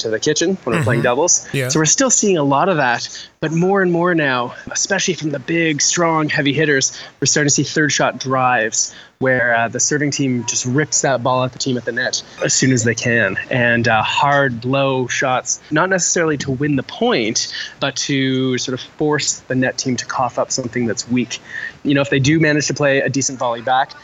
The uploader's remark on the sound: Live From The 2016 USAPA Nationals VIII. Live from Casa Grande, AZ and The 2016 USAPA Nationals VIII.